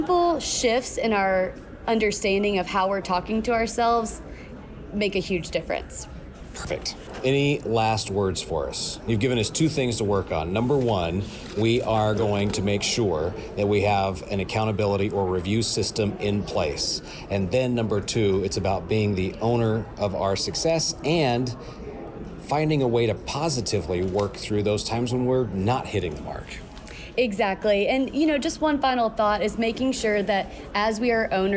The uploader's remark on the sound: live from the TTI Success Insights Conference